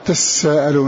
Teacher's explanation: فشاهدوا أن من أضغم تساءلون، من قرأ بالتشديد أدغم التاء في السين